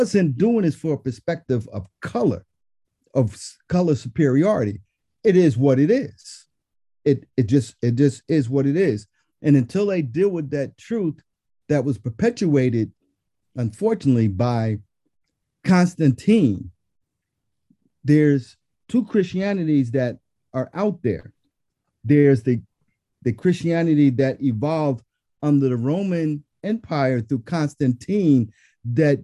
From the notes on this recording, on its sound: This is the audio version of the Zoom Session held on December 4, 2021.